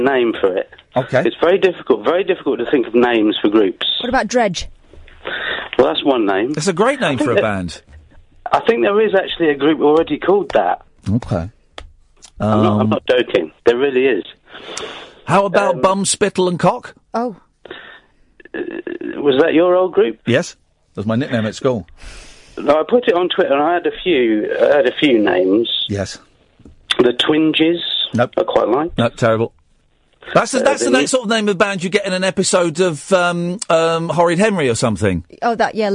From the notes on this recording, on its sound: live on the phone